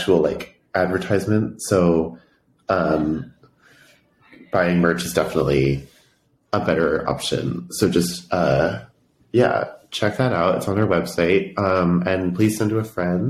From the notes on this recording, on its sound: We had some technical difficulties at the end of the episode but we got through them.